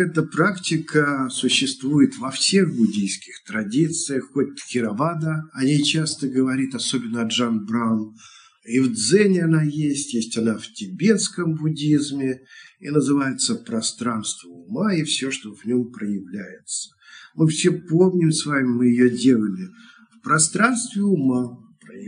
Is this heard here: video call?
yes